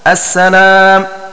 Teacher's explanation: وقرأ الباقون بالمد أي بإثبات الألف بعد اللام